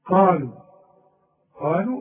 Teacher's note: القاف من اعلى حروف التفخيم وبعدها الف، والالف من الايه المدود الطبيعيه قالوا، واللام برضو جاتلك بعدها واو.